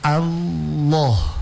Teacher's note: Kalau ada tulisan Allah, ya, tulisan Allah baru sebelum kata Allah itu harokahnya berharokah fathah atau dhamma, maka otomatis lamnya ditebalkan. Lamnya ditebalkan berarti naikkan pangkal lidahnya.